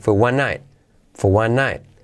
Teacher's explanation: al hacerlo rápido, la R decae de for